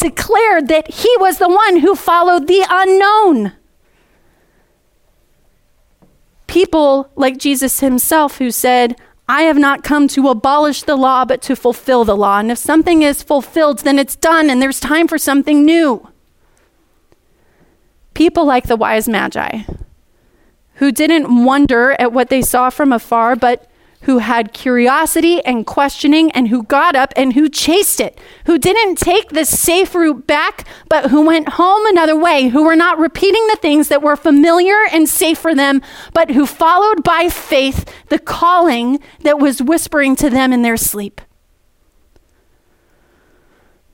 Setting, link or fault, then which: setting, large echoing room